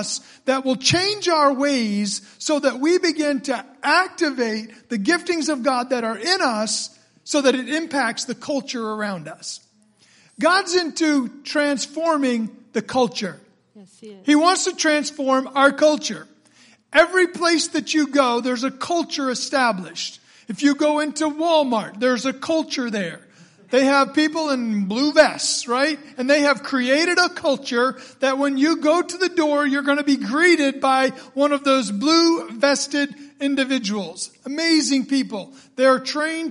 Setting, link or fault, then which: setting, large echoing room